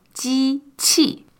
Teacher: J-I first tone, Q-I fourth tone